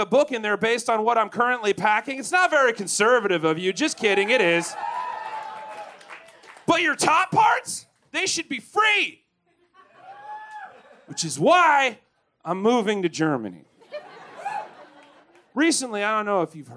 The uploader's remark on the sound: Recorded LIVE at the Historic Green Mill Cocktail Lounge in Chicago 3/18/23